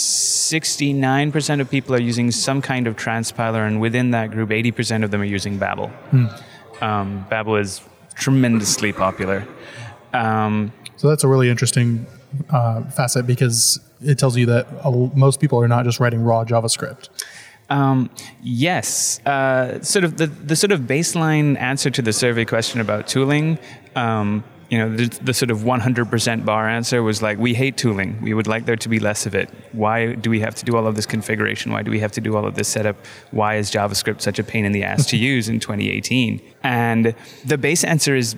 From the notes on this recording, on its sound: on location at Node + JS Interactive in Vancouver